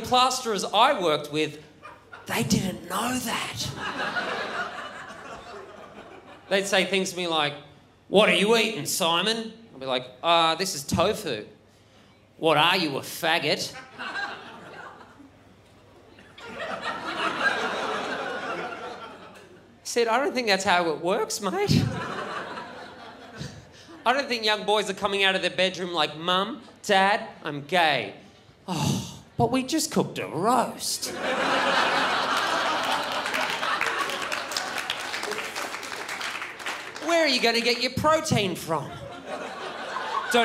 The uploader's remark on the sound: Recorded at the Melbourne International Comedy Festival's Comedy Up Late for ABC2